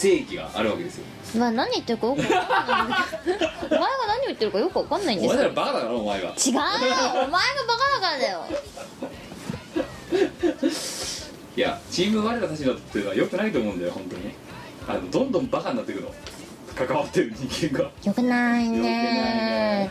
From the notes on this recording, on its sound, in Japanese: 機材の関係でノイズが多く入っております。